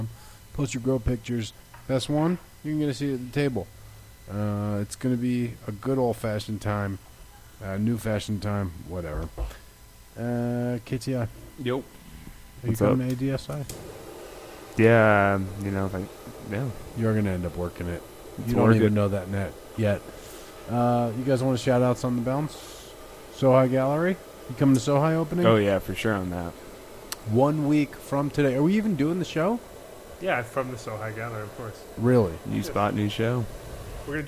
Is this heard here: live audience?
no